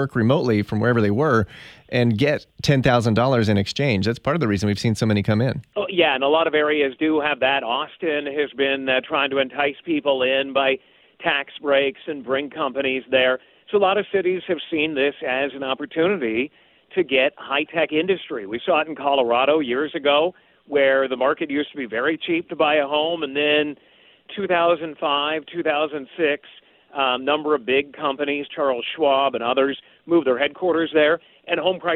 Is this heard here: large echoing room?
no